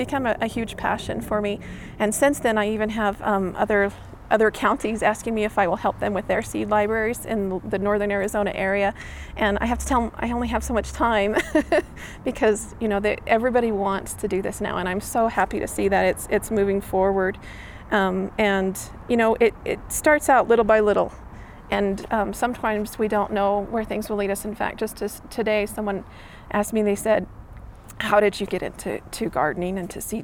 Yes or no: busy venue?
yes